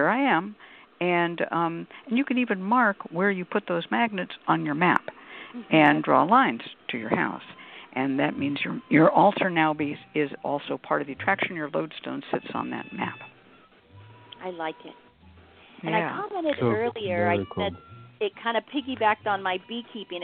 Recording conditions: phone line